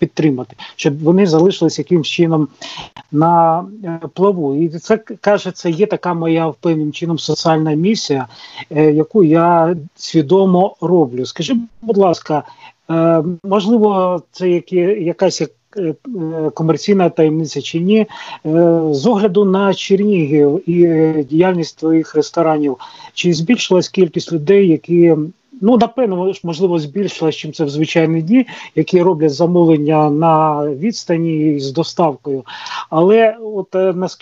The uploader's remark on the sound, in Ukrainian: з допомогою skype